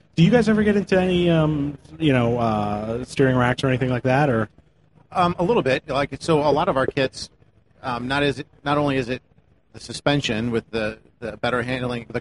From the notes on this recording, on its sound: Live again from the Magnaflow stage at SEMA 2018